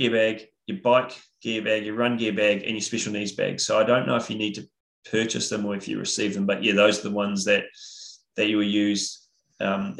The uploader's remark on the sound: IRONMAN World Championships Nice webinar audio